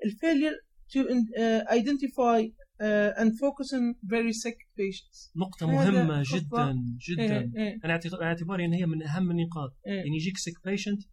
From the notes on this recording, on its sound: We put this together quickly, so excuse the relatively poor sound quality and some of the ad libbed content.